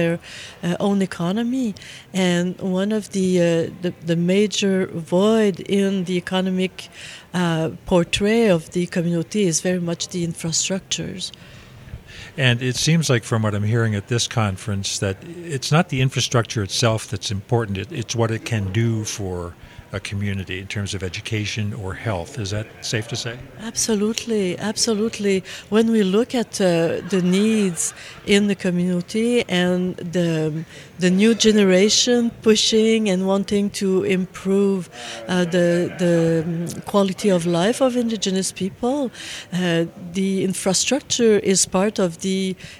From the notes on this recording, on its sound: at the Leading the Way 5 conference in Treaty 1 Territory (Winnipeg)